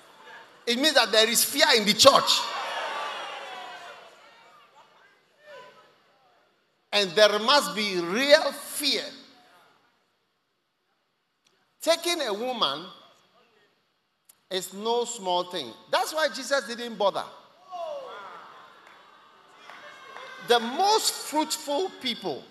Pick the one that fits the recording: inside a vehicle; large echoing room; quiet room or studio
large echoing room